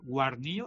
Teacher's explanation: Eso en lingüística se llama aféresis. Es decir, perdemos la D intervocálica y perdemos la D inicial